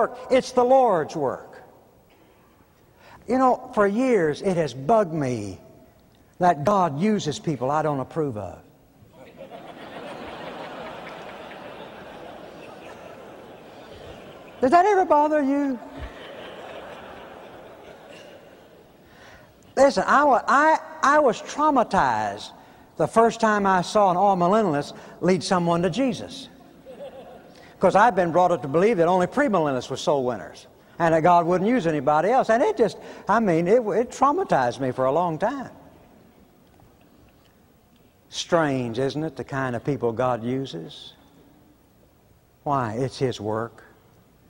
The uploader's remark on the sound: preached at Bellevue Baptist Church in 1990